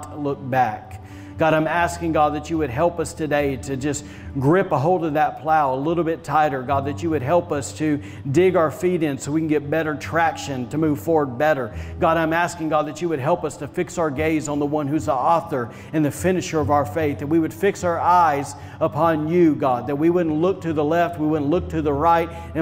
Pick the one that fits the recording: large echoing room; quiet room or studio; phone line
large echoing room